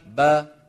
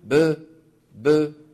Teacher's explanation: الشفتان ابتعادهما يخرج الباء، ابتعاد الفكين يخرج الفتحة · Shown in: first take · با. نعم، فلا بد من أن نقول با ولا نقول ب ب، هذا ابتعدت الشفتان فقط، أشبه بالقلقلة صار.